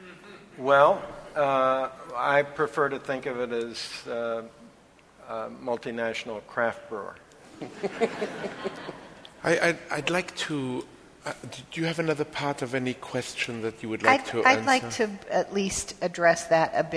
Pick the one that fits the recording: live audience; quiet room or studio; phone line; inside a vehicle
live audience